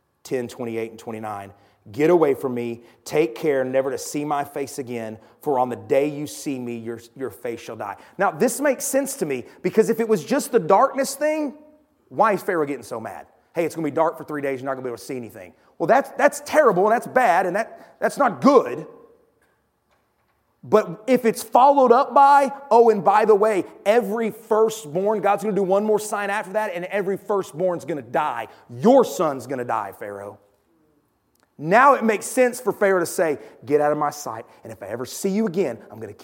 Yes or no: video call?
no